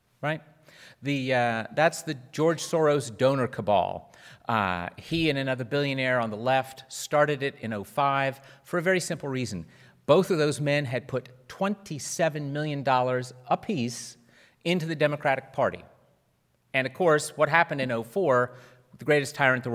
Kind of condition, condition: setting, live audience